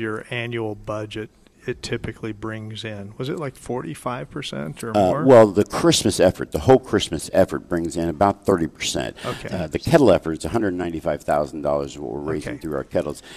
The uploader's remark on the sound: Live at Prairie Gardens